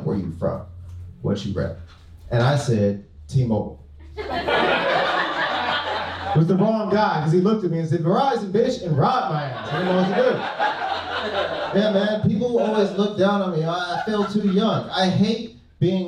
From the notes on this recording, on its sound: Recorded live at Mic Drop Comedy Club in San Diego.